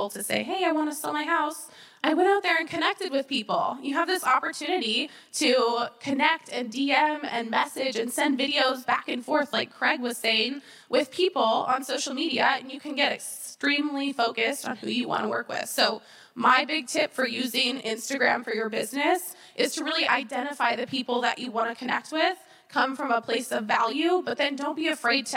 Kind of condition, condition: setting, live audience